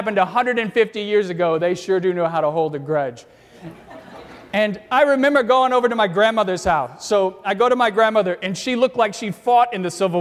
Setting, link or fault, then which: setting, large echoing room